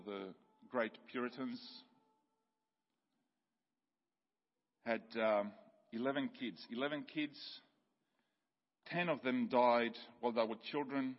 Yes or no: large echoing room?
yes